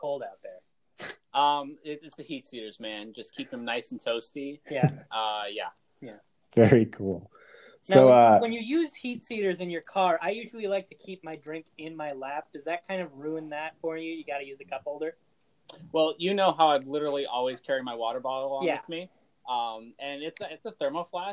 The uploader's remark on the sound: Audio issues this week